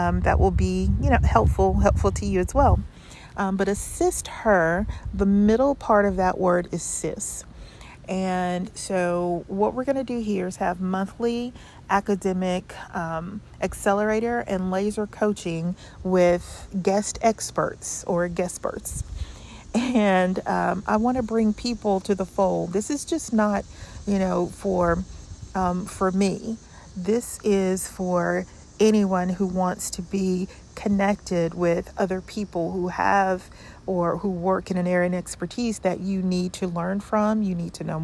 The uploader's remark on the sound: I apologize in advance for the wind in the background!